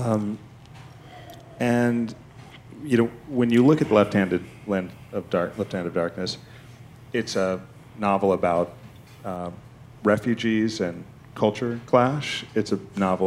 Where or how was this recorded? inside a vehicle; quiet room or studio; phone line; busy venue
busy venue